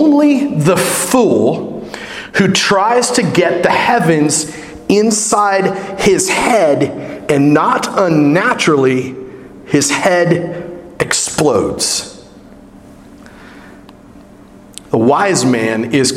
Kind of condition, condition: setting, large echoing room